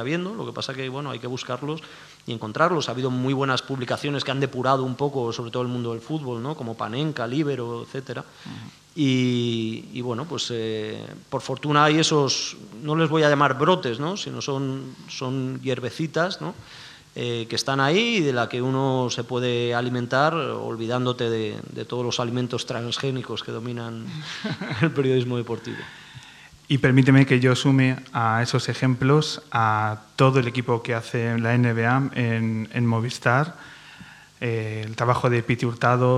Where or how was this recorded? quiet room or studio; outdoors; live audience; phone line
live audience